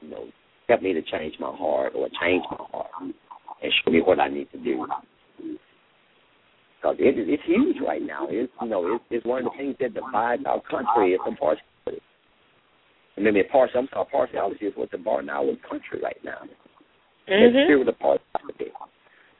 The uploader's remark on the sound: LML uses a progressive live call in format.